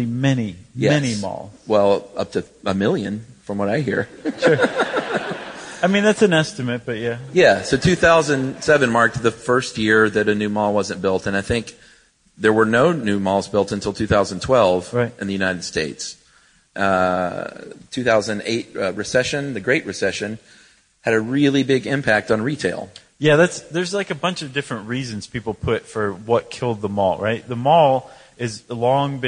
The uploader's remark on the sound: Live from San Francisco. In this show recorded live on January 5, 2017 at San Francisco’s Castro Theatre.